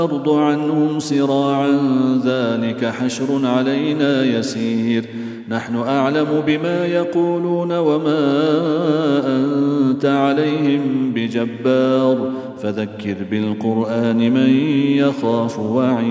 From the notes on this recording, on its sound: at the Houghton Masjid (West Street)